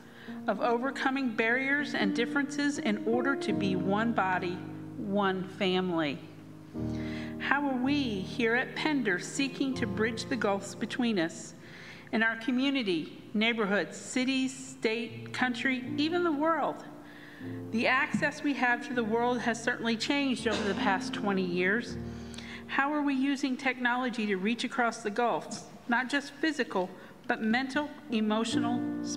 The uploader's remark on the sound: Pender UMC Contemporary Worship Sunday September 22, 2022